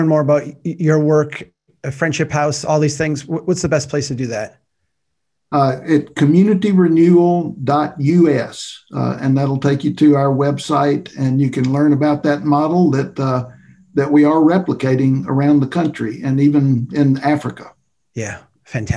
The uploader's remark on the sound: We’re sharing the audio from a webcast we did last week. We’re sharing the audio from a webcast we did last week.